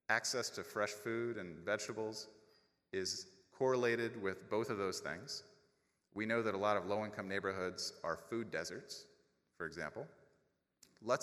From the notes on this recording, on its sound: A recording of the September 2017 plenary lecture. During the annual Chronic Disease Academy.